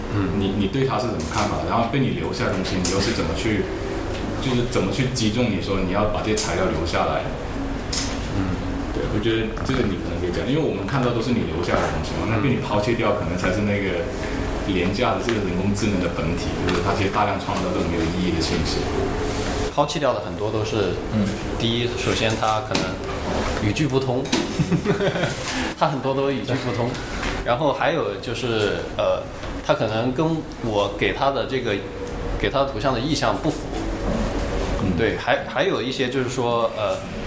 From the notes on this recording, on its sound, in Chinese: 本期为展览「无限的猴子」开幕聊天的现场录音